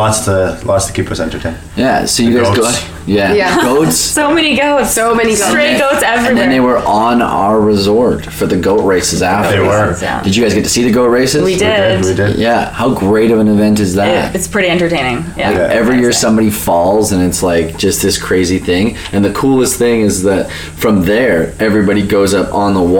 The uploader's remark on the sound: Young Swingers Week Interviews Live from Hedonism II Negril. We got you covered in this SPECIAL behind the scene episode of Young Swingers® Week live from Hedonism II in Negril, Jamaica. We asked five wonderful couples into our room and got the lowdown on what they were doing, what they saw and what the energy was like at this lively event.